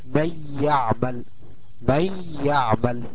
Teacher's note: قلنا مع الياء هتقلب، وكأن النون الساكنة أقلبت لياء ساكنة، تضغم في الياء المتحركة ويصير حرف واحدة مشددة زي كلمة من يعمل. · Term: الإدغام